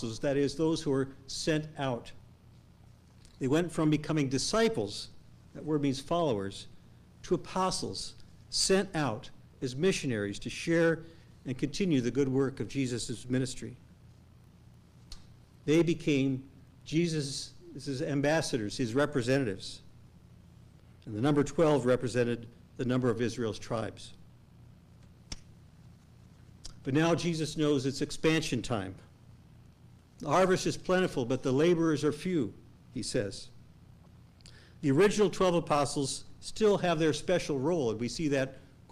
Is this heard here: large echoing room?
yes